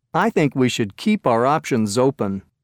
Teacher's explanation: Notice the link between the words that end with S and the words that follow them.